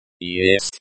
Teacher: Yest is pronounced with stress on the first syllable.